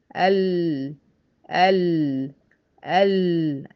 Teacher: هتلاقي الحافه الاماميه بتاعت لسانك مريحه على اللثه بتاعت الاسنان الاماميه. تمام، يبقى مخرج اللام من ادنى حافتي اللسان الى منتهى طرفه.